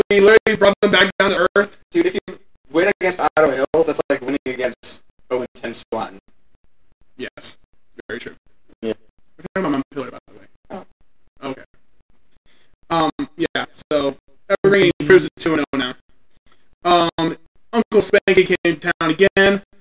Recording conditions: drop-outs